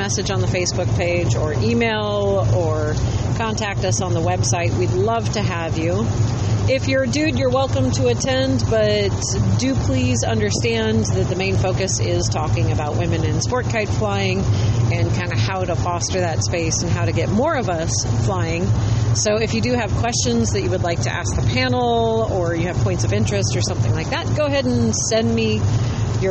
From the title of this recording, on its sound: Dispatch from the road on the way to SPI